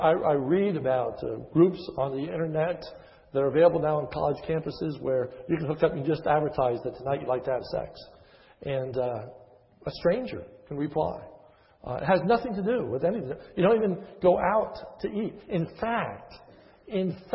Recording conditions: large echoing room